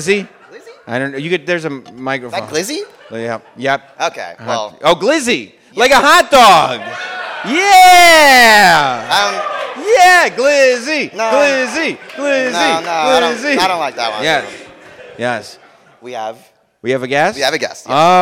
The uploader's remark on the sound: LIVE in Detroit